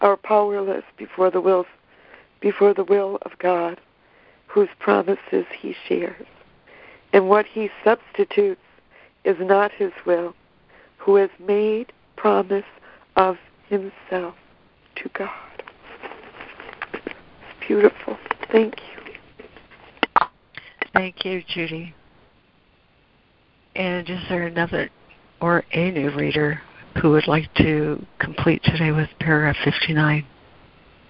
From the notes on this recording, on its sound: ACIM Daily Conference Call